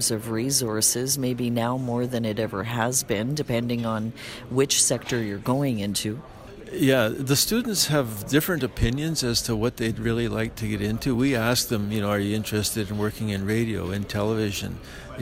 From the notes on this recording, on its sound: at the Western Association of Broadcast Engineers conference in Calgary